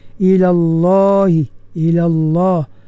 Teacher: ilallah lam pada lafzu jalalah hendaklah ditebalkan